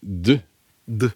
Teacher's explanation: Men hvis du sier d, d. Ja, så kjenner du at det vibrerer nedi der.